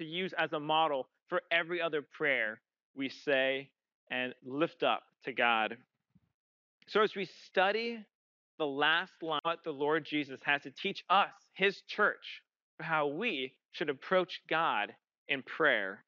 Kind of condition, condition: setting, large echoing room